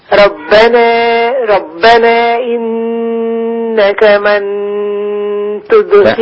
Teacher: الإخفاء مع الغنة في النون مع التاء